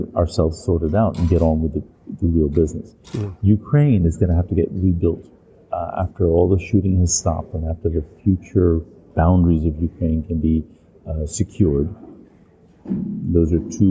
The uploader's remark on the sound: In this special bonus episode recorded at the Passive House Canada Conference.